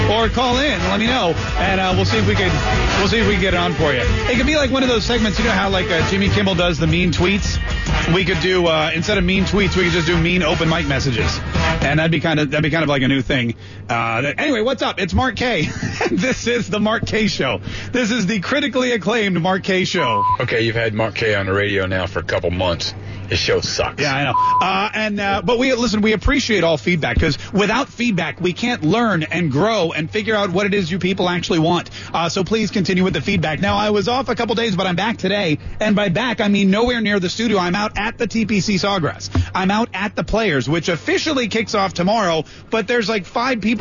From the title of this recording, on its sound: live at TPC Sawgrass